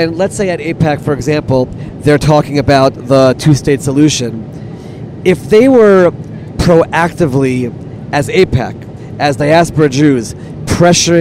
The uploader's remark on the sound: in the airport and airplane